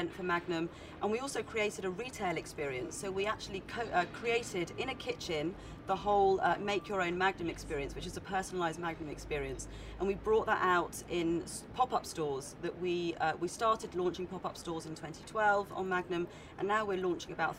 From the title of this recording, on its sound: Live at Cannes Lions